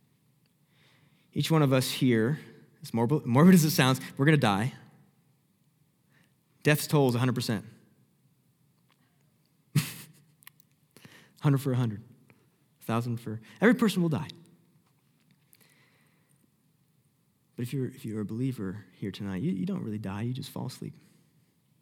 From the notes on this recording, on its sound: Sermon Audio From Northview Young Adults